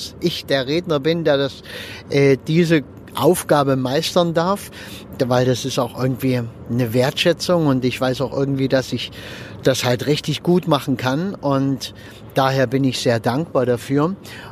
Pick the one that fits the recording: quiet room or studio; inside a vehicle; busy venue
inside a vehicle